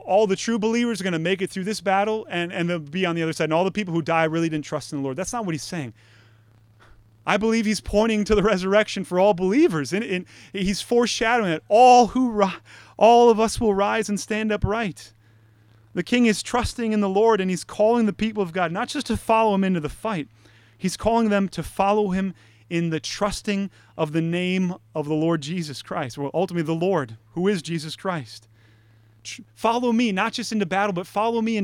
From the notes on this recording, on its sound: Delivered Sunday, June 28, 2020 at Woodridge Community Church (New Berlin, WI).